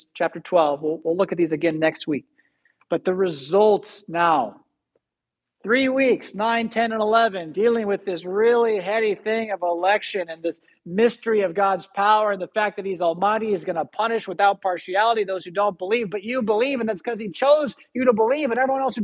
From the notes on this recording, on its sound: Preached at St Paul Lutheran Church , Rockford, Illinois on July 3, 2022.